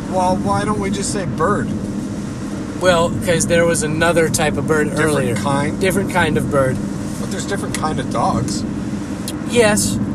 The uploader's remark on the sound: Recorded in the car during a cross country trip